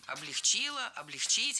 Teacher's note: Облегчили, облегчить – это неверно. В нашем глаголе ударение всегда стоит за корнем.